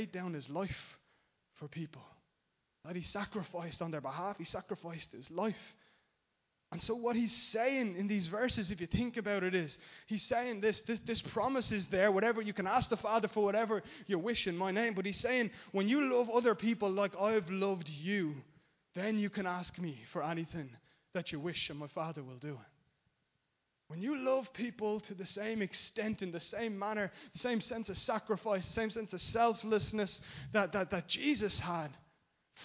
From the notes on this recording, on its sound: Recorded live in Liberty Church.